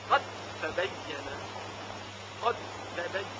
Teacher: دال ساکن قد در تا تبین ادغام میشه قد تبین قد تبینه حرف اول یعنی دال ساکن مدغم قد